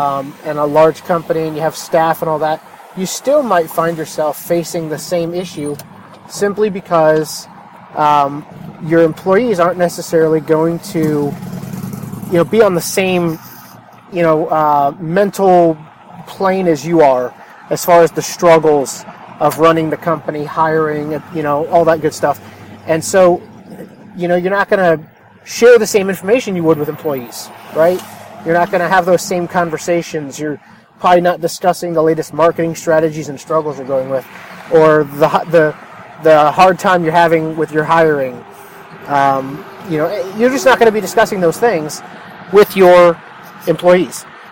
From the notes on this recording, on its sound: A short podcast I recorded while driving home from a mastermind meeting. I was stuck in traffic and decided to record while the topic was fresh on my mind. The audio might not be great but it is raw and right from the heart.